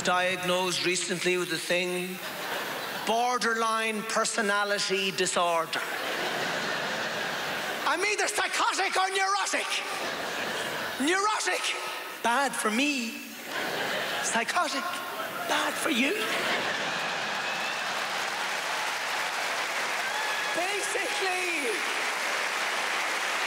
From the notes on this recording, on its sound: at the Just For Laughs Montreal Comedy Festival 2012